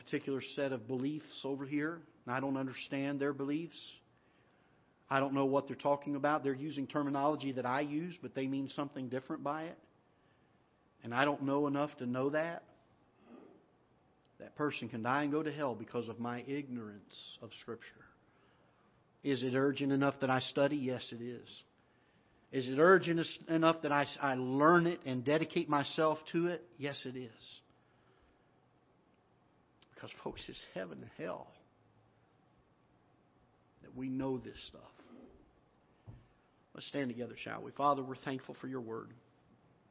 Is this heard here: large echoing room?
yes